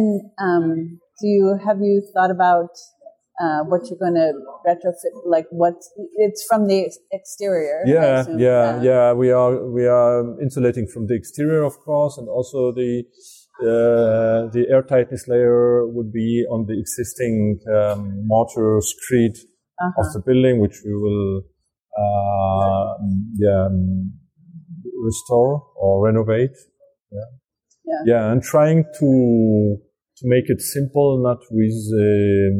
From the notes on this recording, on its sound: special bonus episode recorded at the 26th International Passive House Conference